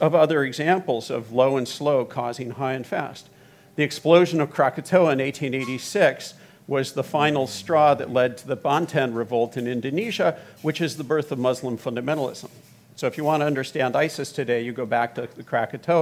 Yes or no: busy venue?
yes